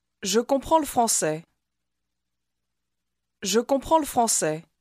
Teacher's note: слово le произносится почти незаметно